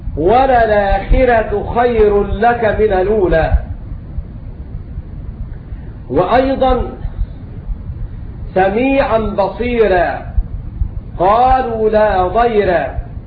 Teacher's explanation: كسرة شريطة أن تكون الراء والياء أو الكسرة في كلمة واحدة فإن ورشا من طريق الأزرق يرقق الراء المفتوحة